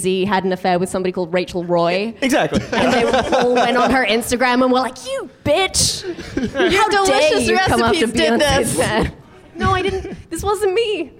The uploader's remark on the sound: we're LIVE from UCB Sunset in Los Angeles